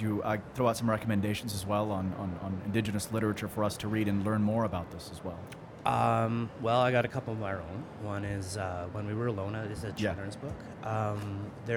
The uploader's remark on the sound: Live Interview from SIBF 2022